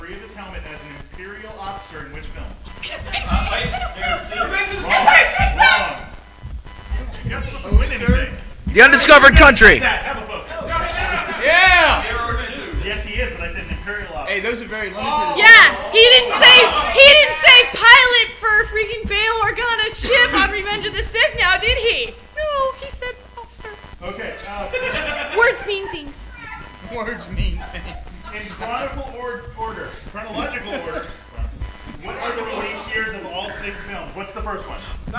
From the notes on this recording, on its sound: RotO Panel from ConCarolinas 2004. Sorry about the audio quality. It was our first time recording a live panel.